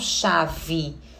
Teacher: esse E, ele na verdade é uma semivogal. Ele é uma vogal mais fraquinha. Então, a gente tem um E com som de I.